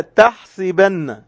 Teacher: الإمام النووي يقول أن مراد الراوي أنه صلى الله عليه وسلم نطقها هنا كلمة حسب، نطقها مكسورة حسب، ولم ينطق بفتحها